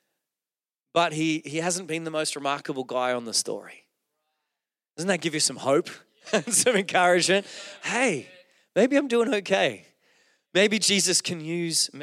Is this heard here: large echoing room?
yes